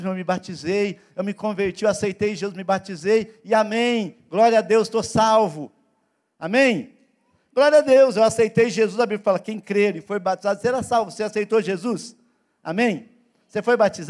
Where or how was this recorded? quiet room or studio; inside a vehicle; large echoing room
large echoing room